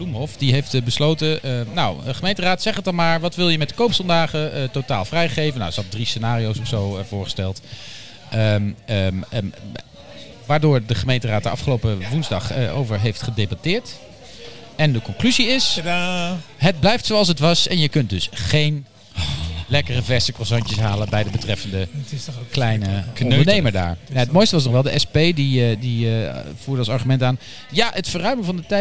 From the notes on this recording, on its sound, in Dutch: De Mannetjes zijn terug, en ze zijn op kroegentocht! Live vrijmibo vanuit het legendarische Diner-Café Soestdijk.